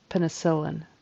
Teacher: Syllable stress is on the next to the last syllable.